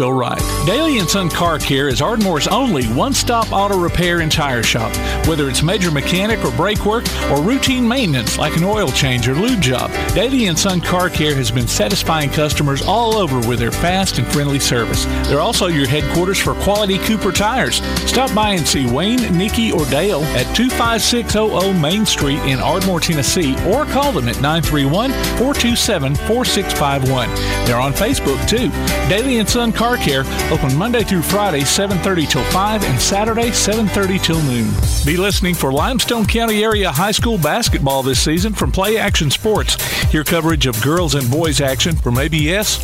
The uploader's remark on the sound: Live at the BEST Robotics tournament at Calhoun